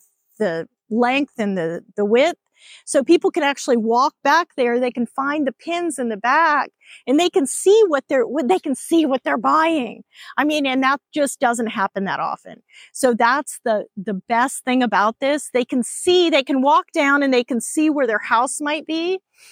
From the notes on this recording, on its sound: Explore the stunning Sendera Vista subdivision as we chat on location.